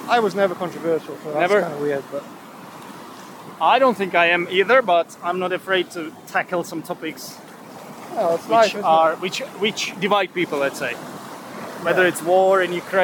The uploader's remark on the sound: This time we were recording while walking along the shore. I got my pants wet as I was wading through the waves.